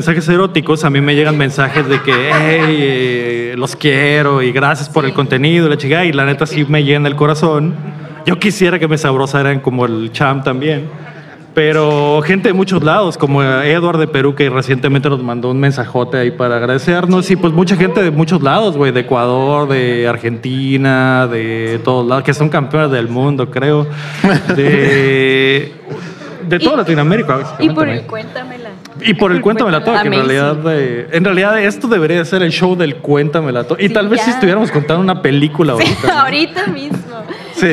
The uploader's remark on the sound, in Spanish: En Vivo desde la UPDACON 2023. Regresamos a grabar en vivo desde Mexicali BC, frente a nuestra gente.